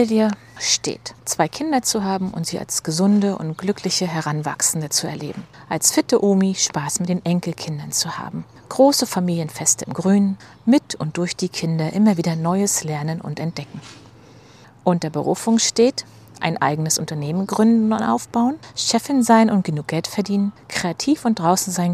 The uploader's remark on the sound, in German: Die ich barfuß durch den Garten GEHEND aufgenommen habe. Bitte entschuldige die Nebengeräusche; ich hatte nicht mit Straßenarbeiten, Radladern und Rasenmähern am Montagvormittag gerechnet. Ich denke, das Vogelgezwitscher lenkt ein bisschen von ab.